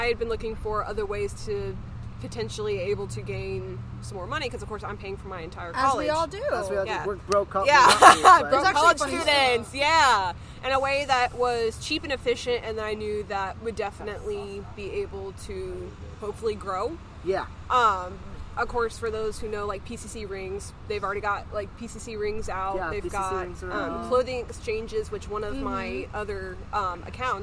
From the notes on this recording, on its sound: After Hours.......Outdoors. Past curfew....OUTSIDE. Get the full outside audio of us and our amazing audience as we goof off.